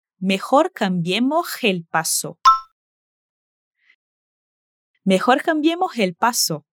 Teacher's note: aspira la S al final de cambiemos